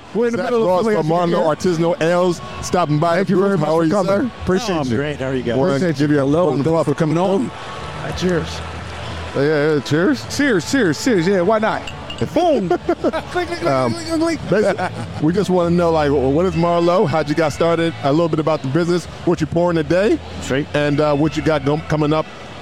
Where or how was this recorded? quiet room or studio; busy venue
busy venue